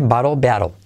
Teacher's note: Y las dos con solo un 2% máximo de L al final